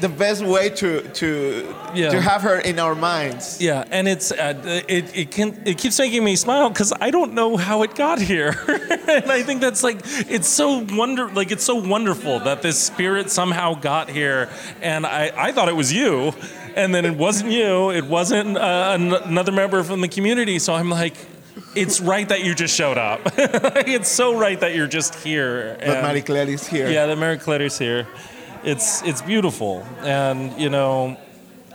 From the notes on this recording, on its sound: Session recorded at the Readywipe Gallery, in occasion of the celebration of the Day of the Dead, titled: "Por Nosotros y para Todos Nosotros, Día de los Muertos Holyoke Community Altar."